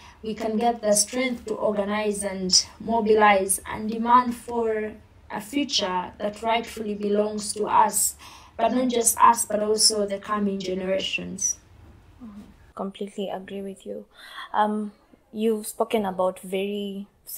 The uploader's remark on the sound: There is also a bit of background noise that could be cleaned out during post production.